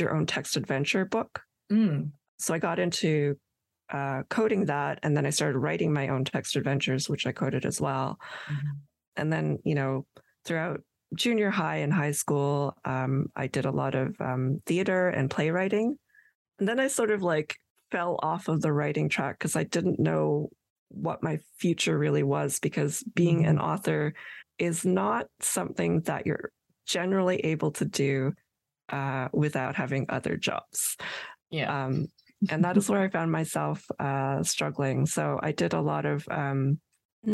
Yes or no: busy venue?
no